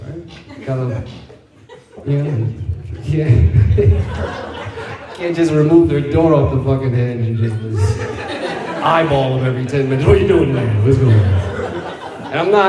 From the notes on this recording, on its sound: Hopefully the audio is good enough to follow.